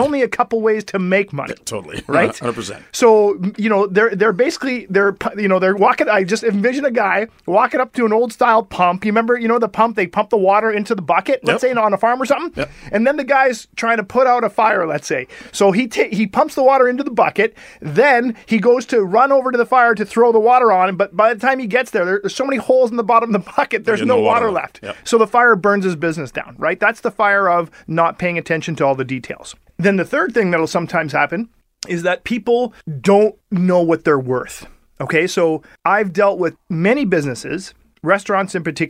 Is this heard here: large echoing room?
no